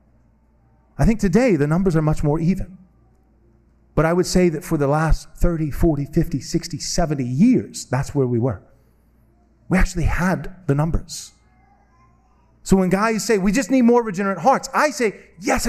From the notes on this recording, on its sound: This sermon was preached at Covenant Bible Church